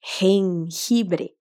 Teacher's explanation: o G, quando ele está junto do E e do I, G, GI, tem o mesmo som do J, que é esse som da garganta. Então, repete comigo.